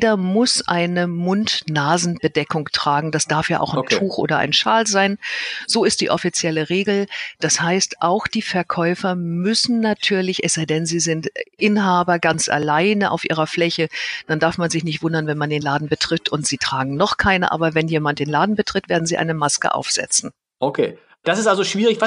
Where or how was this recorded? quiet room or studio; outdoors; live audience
quiet room or studio